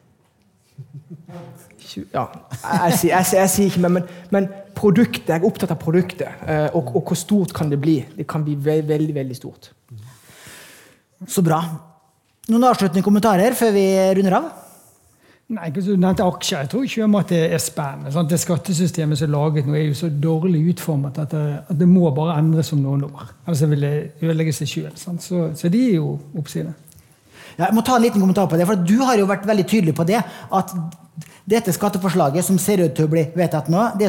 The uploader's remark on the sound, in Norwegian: Dette lydsporet er hentet fra #pengepodden LIVE, som fant sted på Oslo Event Hub